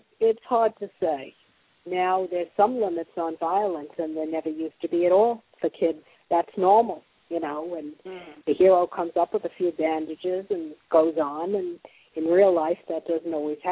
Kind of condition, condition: link, phone line